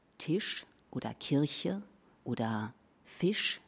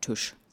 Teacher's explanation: das ist das I, das zum Ü wird · Shown in: second take